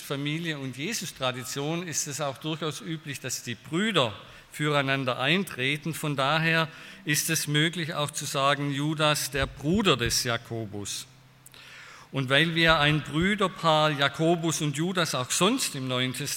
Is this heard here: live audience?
yes